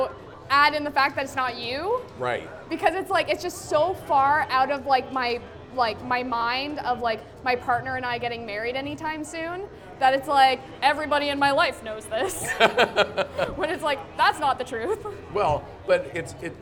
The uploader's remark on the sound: LIVE from the Canadian International AutoShow. Record in front of Motorsports fans at the Canadian International AutoShow on the RevTV Stage.